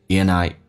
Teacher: And 跟 I 有一个连音，不是 andI， and 结尾的话可以把 d 去掉，用 and 形成个连音